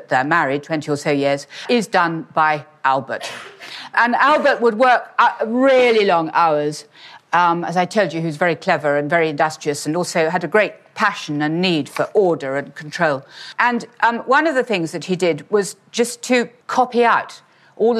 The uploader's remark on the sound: in a talk that she delivered at our Victorians Day earlier this year